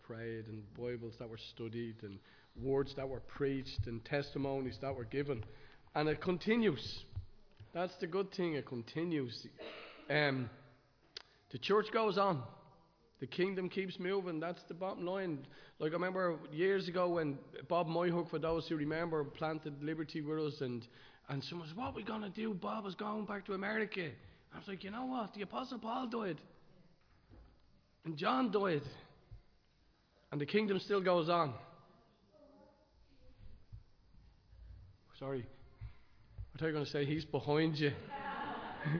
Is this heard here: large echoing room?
yes